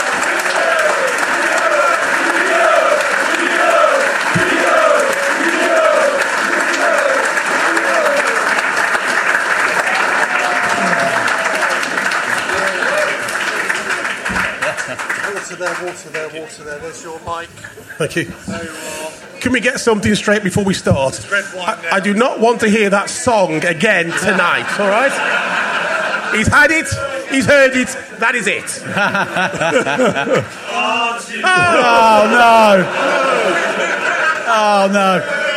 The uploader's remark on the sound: SpursShowLIVE. Live from the 100 Club on Londons Oxford St!